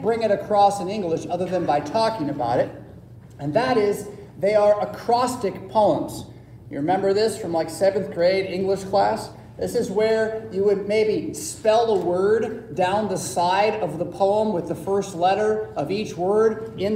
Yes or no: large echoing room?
yes